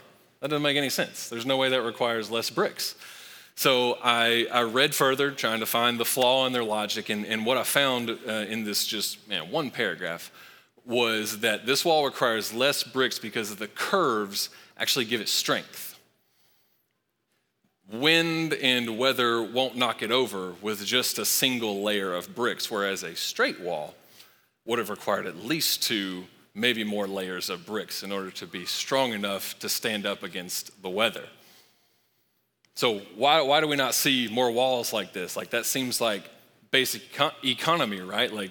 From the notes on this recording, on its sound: Recorded live at Long Hollow Church on March 21, 2023.